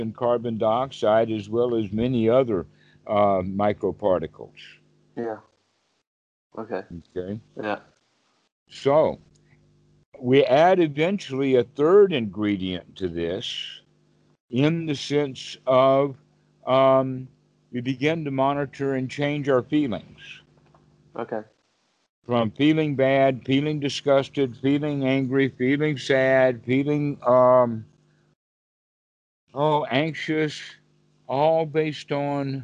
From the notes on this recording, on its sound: Skype calls on this channel. The date in the title indicates the date the call was recorded.